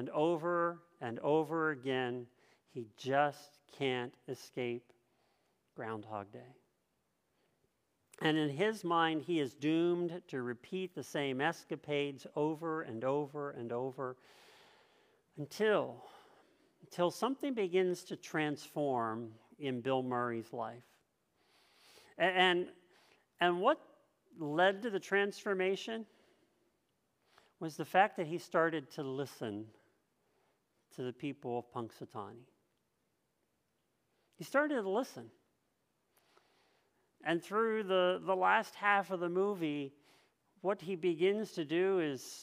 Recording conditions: large echoing room